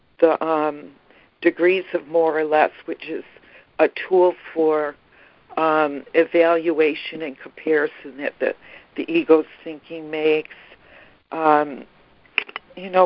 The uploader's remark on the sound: ACIM Daily Conference Call.